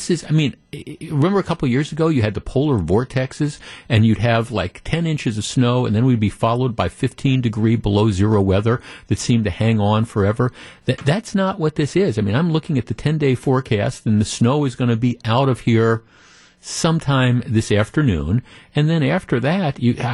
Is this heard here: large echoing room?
no